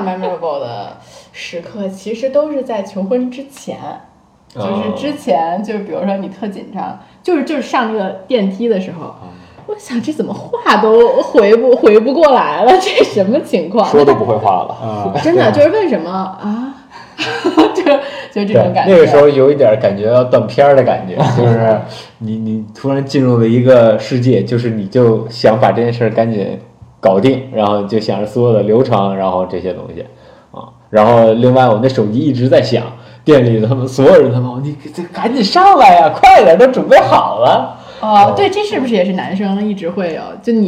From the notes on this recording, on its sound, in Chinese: 没有4个话筒笑声过大请大家原谅！